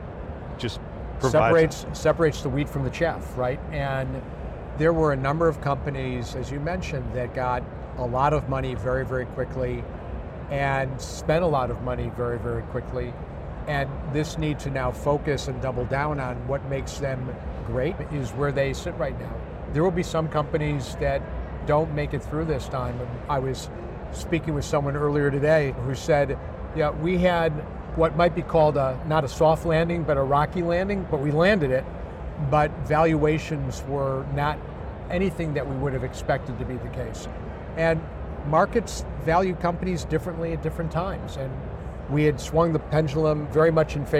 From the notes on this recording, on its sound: an Interview in Action live from HLTH ‘22